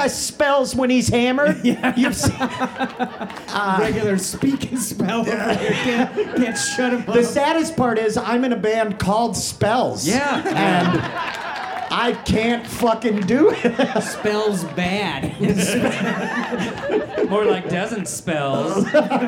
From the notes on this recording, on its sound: Behold, our first live, in-person podcast ever! This is an edited version of the live show.